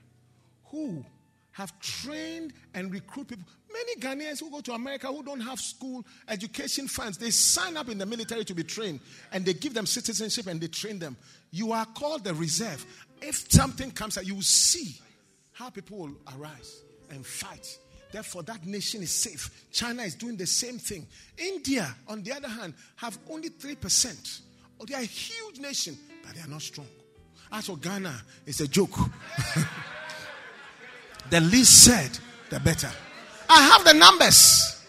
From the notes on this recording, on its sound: Preached at the UK DaniePaul Conference 2022